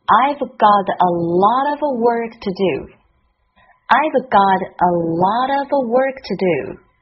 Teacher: Got 和 lot 结尾的 t 这里被浊化成了 d。Work 卷舌连在一起就是 I've got a lot of work to do.